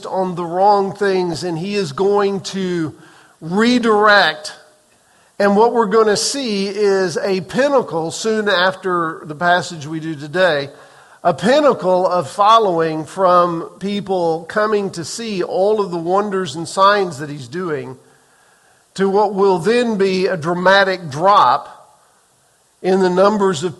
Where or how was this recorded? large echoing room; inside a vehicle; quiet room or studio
large echoing room